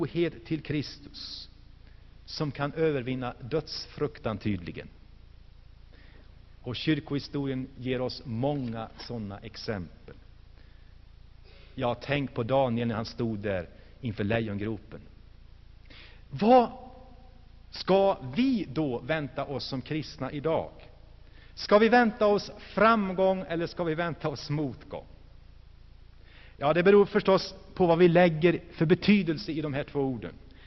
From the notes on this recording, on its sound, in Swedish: Inspelad i Saronkyrkan, Gšteborg.